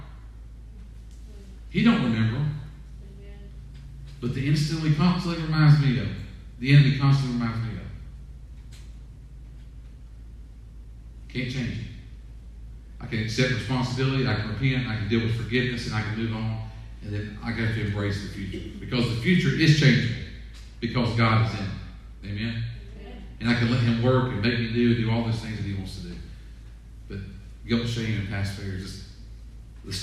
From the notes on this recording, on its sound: Sermon audio from 5/31/20 weekend worship service